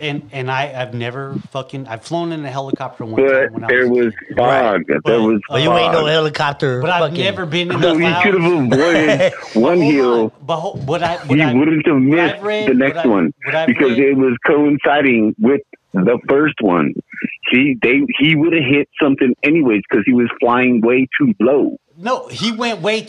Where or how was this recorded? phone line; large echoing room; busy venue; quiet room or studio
phone line